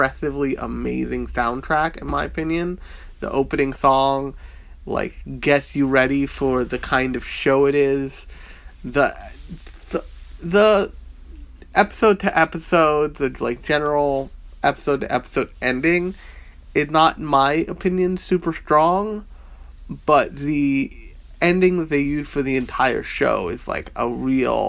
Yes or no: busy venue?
no